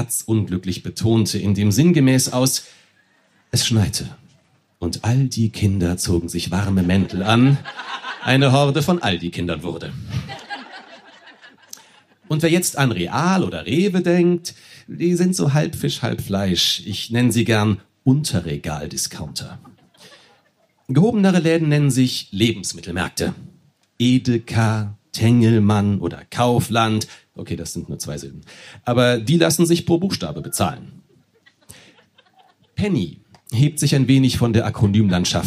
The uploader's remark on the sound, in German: Unserer Show vom 9.8.2022 im Kulturhaus Insel der Jugend, Berlin. Heißen Dank an das Kulturhaus Insel, unser tolles Publikum.